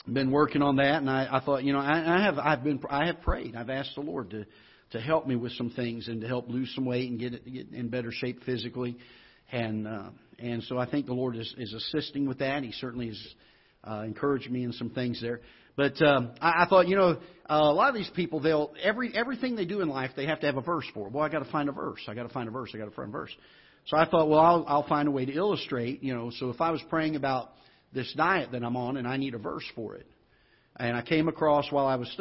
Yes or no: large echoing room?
yes